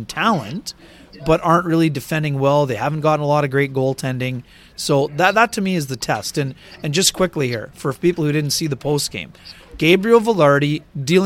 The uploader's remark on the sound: a live version of the show from Trans Canada Brewing Company